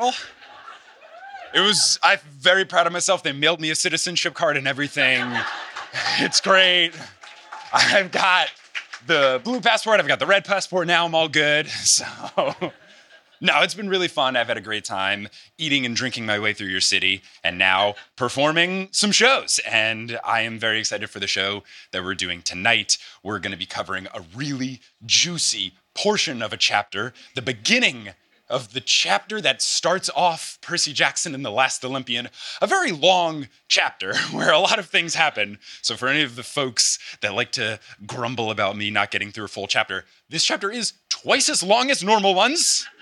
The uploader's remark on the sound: LIVE in Berlin! Recorded in front of a packed out.